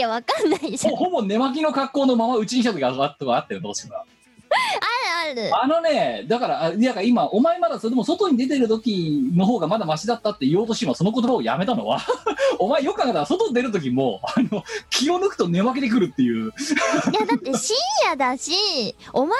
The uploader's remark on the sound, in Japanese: 本番組はリモート収録です。収録時環境の影響により、聴き取り辛い部分があります。今週もリモート収録で四苦八苦。